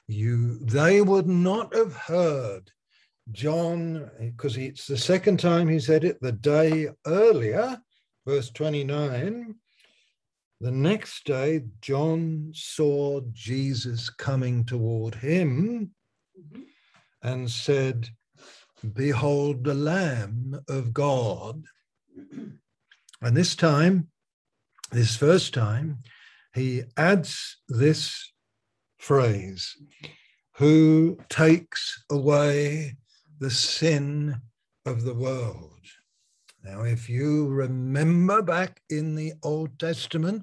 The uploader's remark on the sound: Malaysia Meets (Zoom).